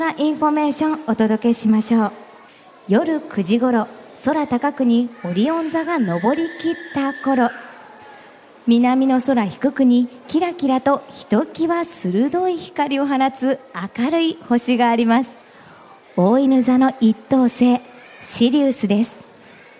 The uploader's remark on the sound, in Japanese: 今回はさがみ湖リゾート プレジャーフォレストで行われた公開録音の模様をお届けします。